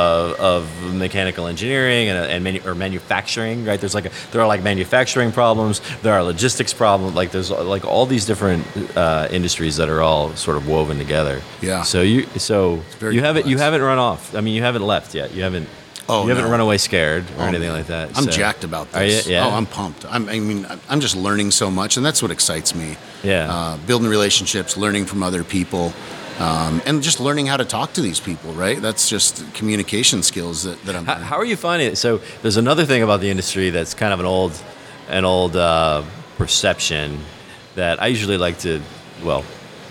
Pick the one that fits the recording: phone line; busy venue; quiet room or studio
busy venue